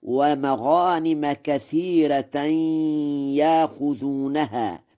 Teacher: بترقيق الراء في كثيرة وإبدال الهمزة حرف مد من جنس حركة ما قبلها في يأخذونها وصلا ووقفا، والترقيق لغة من لغات العرب. قوله تعالى: وأخرى لم